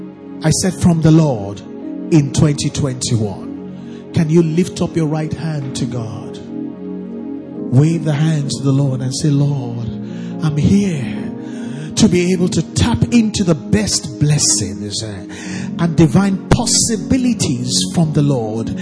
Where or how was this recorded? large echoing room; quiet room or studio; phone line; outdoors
large echoing room